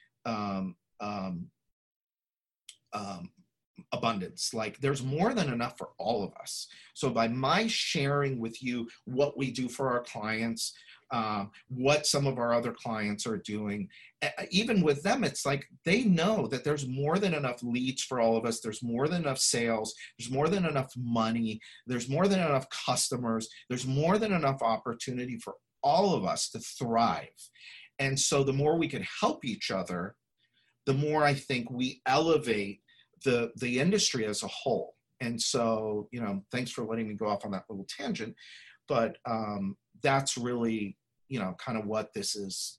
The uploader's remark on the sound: Listen to this replay of the LIVE webinar